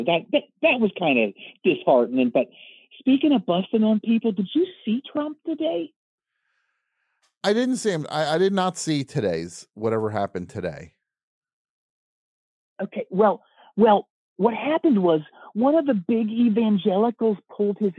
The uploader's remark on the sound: Answers live calls about costumes, candy, party decorations, and more.